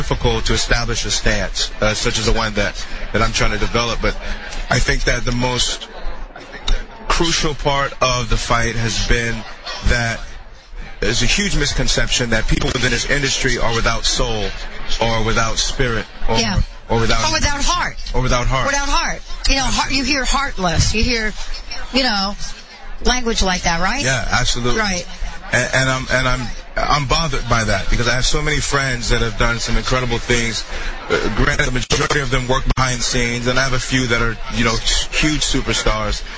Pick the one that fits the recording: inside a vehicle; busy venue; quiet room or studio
busy venue